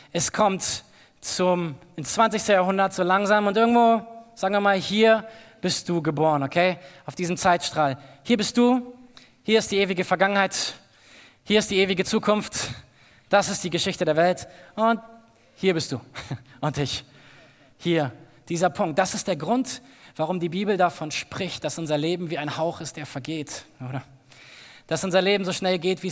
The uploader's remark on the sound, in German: aus unserem Gottesdienst am 20.